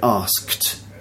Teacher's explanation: if it's an unvoiced sound at the end of the verb, for example k at the end of ask, then you add an unvoiced consonant, which is t at the end